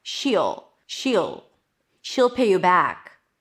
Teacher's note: High E and then just the dark L.